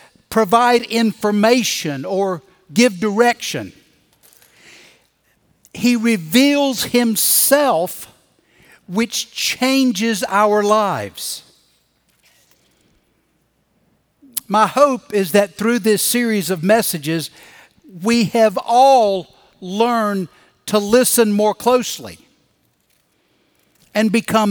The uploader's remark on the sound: Recorded Live at Brookwood Church on 07.09.2023.